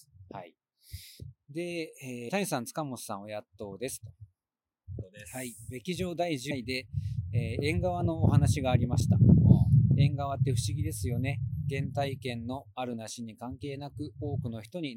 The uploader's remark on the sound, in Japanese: 天文館はザビエル公園で録音したので、風切り音はうるさいし、声は聞き取りづらいしで最悪です。